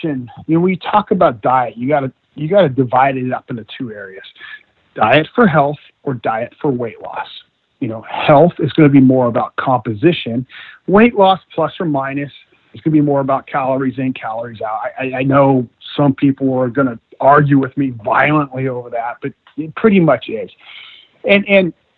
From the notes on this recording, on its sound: via internet phone